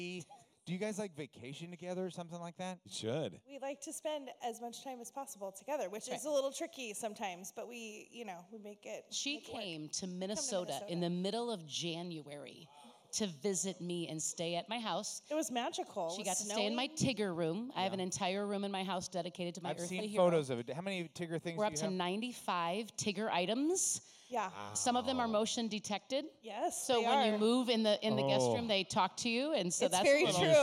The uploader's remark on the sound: LIVE from #dym200. In front of a live studio audience at #dym200.